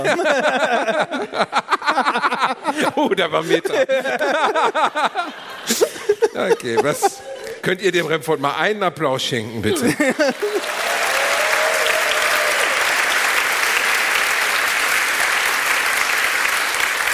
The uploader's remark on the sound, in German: Live Mitschnitt von AAA-Live aus Bielefeld.